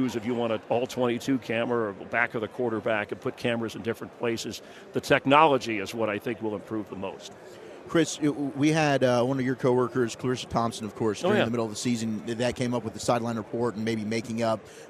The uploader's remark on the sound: live from Radio Row